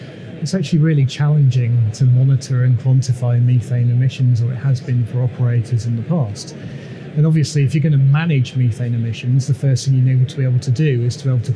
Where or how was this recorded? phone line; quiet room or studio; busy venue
busy venue